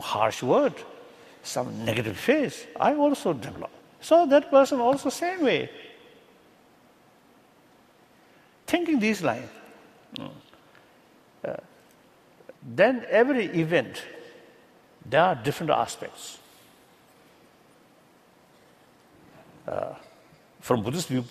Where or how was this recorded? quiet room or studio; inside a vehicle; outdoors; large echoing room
large echoing room